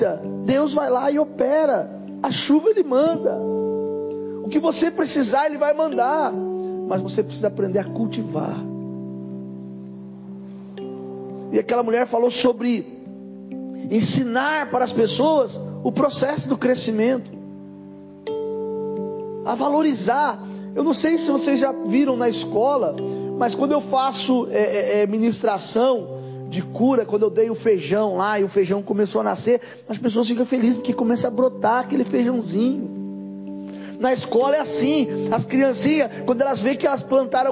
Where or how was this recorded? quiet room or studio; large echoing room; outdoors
large echoing room